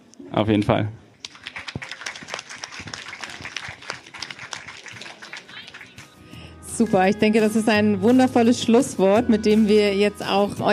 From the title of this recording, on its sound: Live Podcast Special